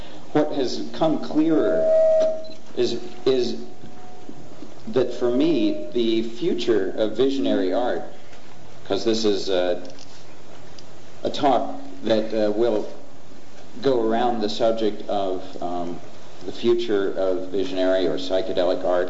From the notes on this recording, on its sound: This program is part one of the Art Panel presentation for the Palenque Norte lectures at the 2006 Burning Man festival.